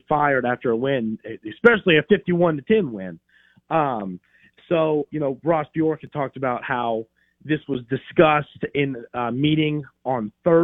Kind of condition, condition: link, phone line